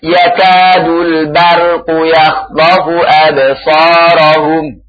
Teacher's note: Perhatikan di sini, ra-nya tafkhim. Ra disukun, sebelumnya fathah, mufakham.